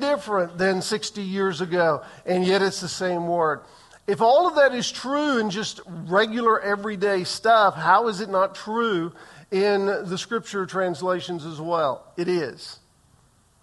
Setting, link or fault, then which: setting, large echoing room